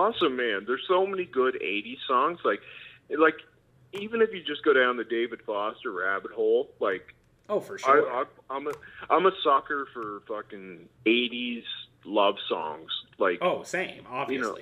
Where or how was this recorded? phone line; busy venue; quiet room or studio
phone line